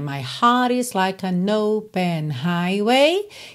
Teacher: Ele não enrolou o R e botou rarara no T.